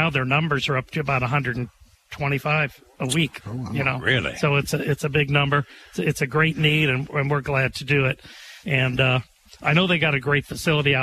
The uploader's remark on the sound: The show hosts a radiothon for St. Martin de Porres Center to help families with food and clothing live from Knights of Columbus Council 364.